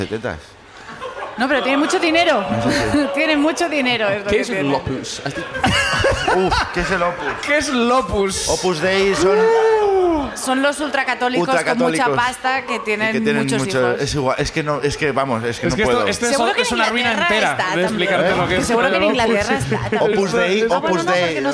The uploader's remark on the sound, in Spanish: El público también sube a contarnos